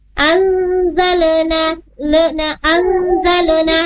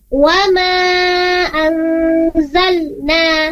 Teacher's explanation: tidak ada pemantulan karena bukan huruf qalqalah ya · Shown in: second take · Jadi bacanya wama anzalna.